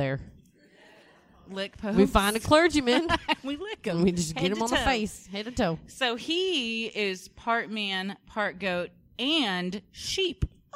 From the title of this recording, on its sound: (LIVE SHOW)